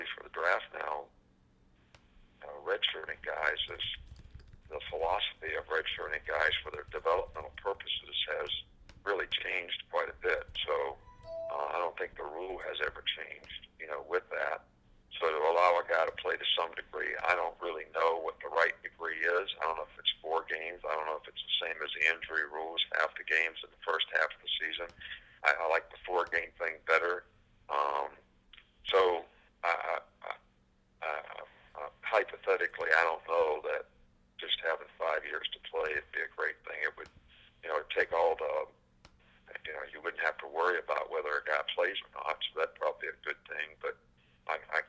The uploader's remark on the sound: SEC Teleconference